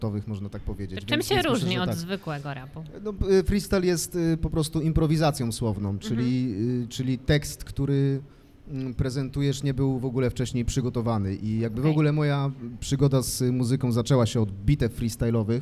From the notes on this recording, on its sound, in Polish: W czwartek 15 grudnia w Obiecana Cafe